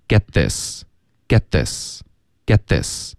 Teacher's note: 发 this 的时候呢？很别扭，因为 this 的 th 是舌尖碰上齿的，那这个时候怎么办呢？其实就是要咬舌尖，跟前面的这个 losing 的是一模一样的动作，唯一的区别是我们咬舌尖的时候呢，气流就被这个咬的动作封住了，而不是要发一个鼻音的发音 · t 是要省略的。但是 t 读音的那个位置不能省略。对，还是需要你的舌尖顶上去，然后爆破的，对吧？所以我们不要爆破，可是还是需要顶上去。对，一定要把 t 的那个音的动作先做出来。但是音不要发。对，然后直接读到 th 音 f，对，开始咬舌尖。对，那这里呢，平时我们发一个 t 的音是舌尖顶着上颚 t，对吧？t t 这样。对。